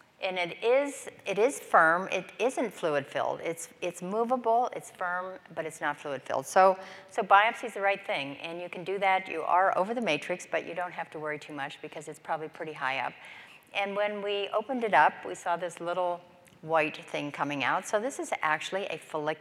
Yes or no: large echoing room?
yes